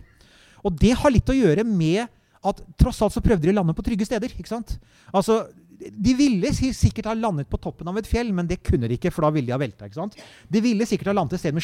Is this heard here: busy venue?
yes